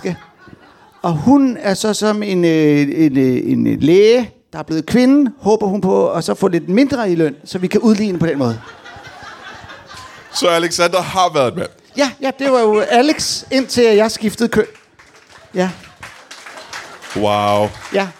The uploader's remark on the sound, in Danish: LIVE fra Ramsømagle forsamlingshus